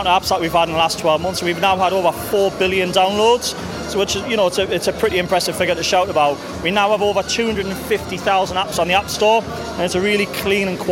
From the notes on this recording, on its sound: Live at the London launch of Cortana.